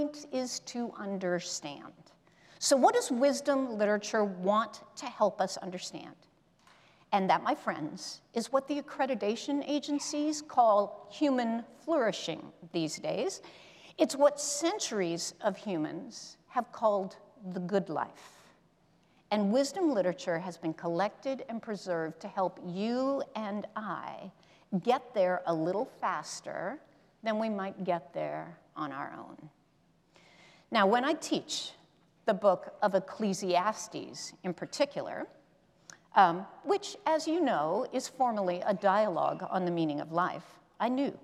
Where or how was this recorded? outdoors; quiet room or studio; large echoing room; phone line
large echoing room